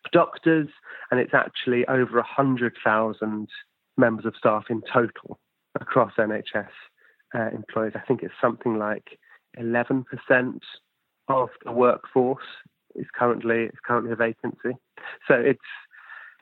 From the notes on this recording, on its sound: over the phone